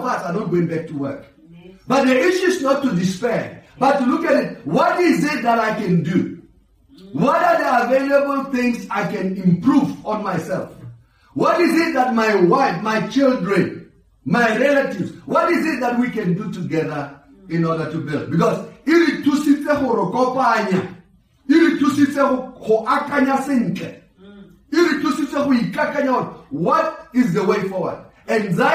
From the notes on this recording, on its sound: Preach via Facebook Live stream and Pheli FM during Sunday service